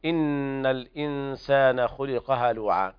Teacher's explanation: وهنا إن حرف أغن مشدد